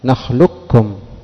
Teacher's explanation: القاف مع الكاف ألم نخلقكم، في قراءة الإدغام الكامل نخلقكم، القاف تقلب كافا وماثلة للكاف الأخرى